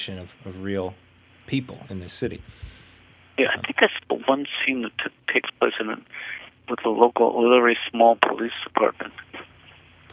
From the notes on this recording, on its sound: Over the phone. This audio was edited very lightly from its original recording.